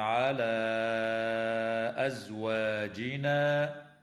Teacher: وتمد الألف قبل الهمزة من قوله تعالى: على أزواجنا، من قبيل المد المنفصل